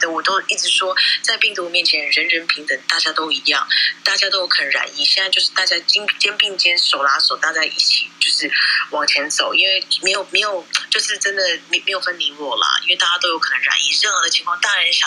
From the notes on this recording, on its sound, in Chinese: 本節目於Clubhouse中分享後錄製而成，有音頻上面的問題請見諒